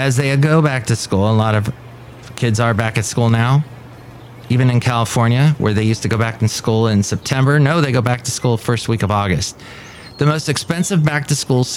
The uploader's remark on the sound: podcasts live from Café Anyway